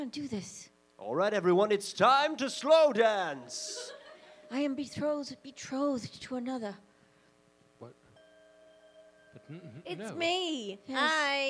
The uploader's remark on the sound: The best part - it's made up on the spot in front of an audience. This live podcast recording features an improvised Christmas ghost story. At Theatre VME in Montreal.